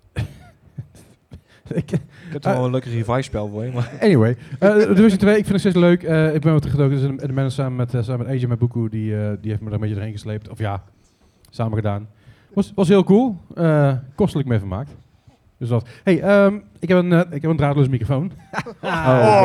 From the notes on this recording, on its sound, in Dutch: We Namen een Podcast op met LIVE publiek! Deze week is het de 2e editie van de Mwah Gaming Podcast LIVE! Voor een live publiek in Dynamo Eindhoven!